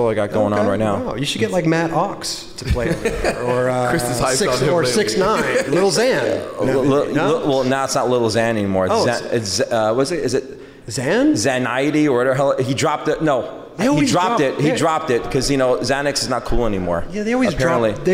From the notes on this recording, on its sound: Adidas "Das Days" Los Angeles. We were live on location at Adidas Skateboarding Das Days! Thanks to everyone who came out to watch the live show!!